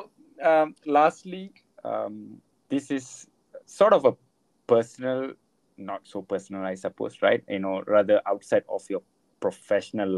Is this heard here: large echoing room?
no